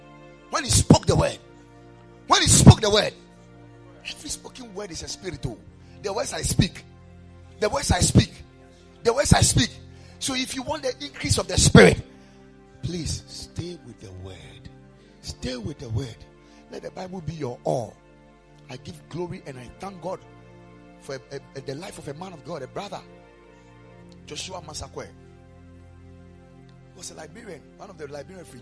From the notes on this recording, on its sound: Preached at the Ekklesia Chapel.